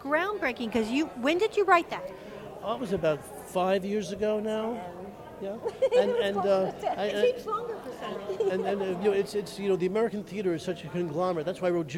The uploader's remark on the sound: “Live From The Edison Hotel Times Square Chronicles Presents”, is a new show that is filmed live every Wednesday from 5 – 6 in the lobby of the iconic Hotel Edison, before a live audience.